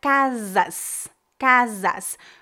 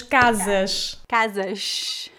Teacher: o S final também se transforma no som X. Ou seja, como se fosse quase um SH · Shown in: second take · um CH em português também.